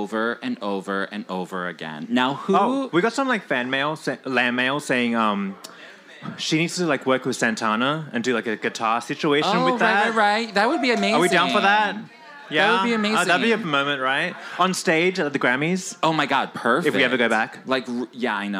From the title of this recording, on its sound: Live from Rise Bar, New York City!